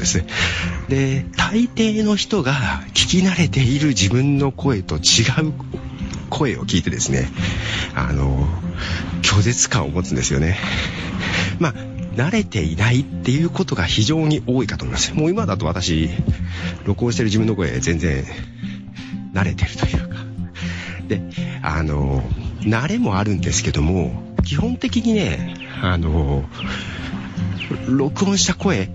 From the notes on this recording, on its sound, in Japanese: 外で歩きながら録音をする